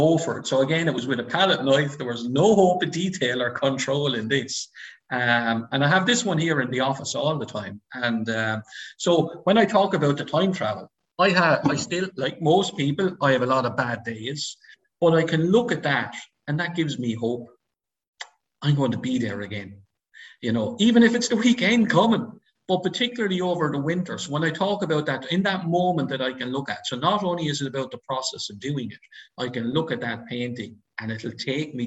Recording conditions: video call